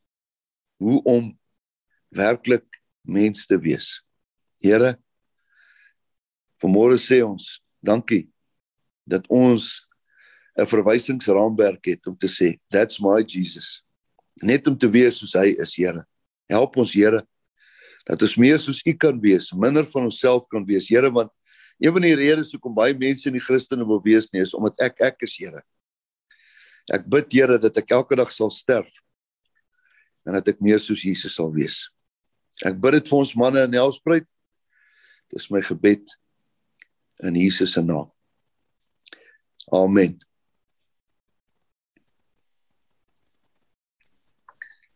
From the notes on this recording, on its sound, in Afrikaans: Manne van die Woord Zoom Byeenkoms 11 Maart 2022.